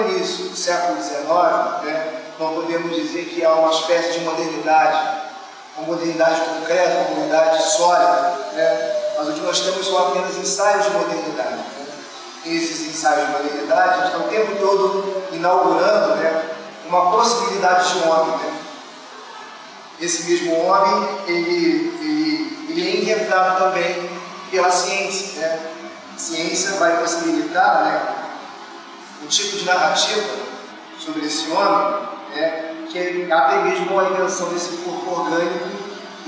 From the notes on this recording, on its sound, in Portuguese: Comunicação gravada durante o XXVIII Encontro Nacional de Estudantes de Filosofia (ENEFIL) em 2012, em São Luiz MA